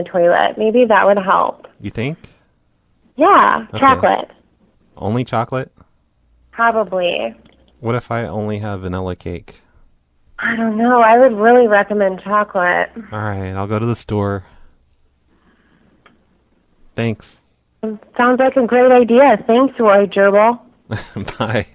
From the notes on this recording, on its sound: Prank Phone Calls Collection